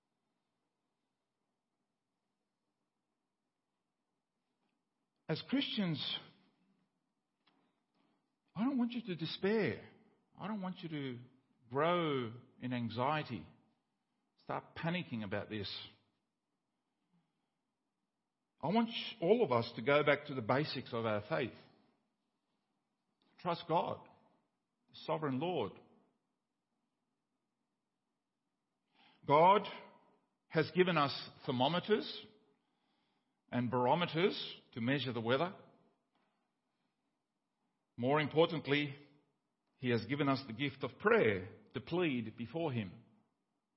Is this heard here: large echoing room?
yes